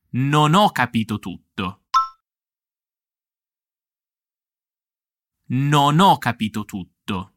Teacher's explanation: Nota la pronuncia di non e o. Si uniscono.